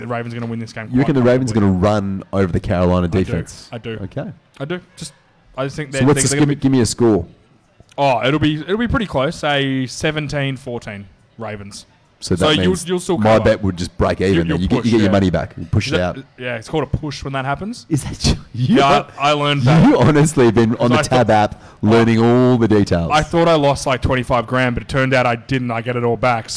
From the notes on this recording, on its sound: live (at the time) from The Sporting Globe Richmond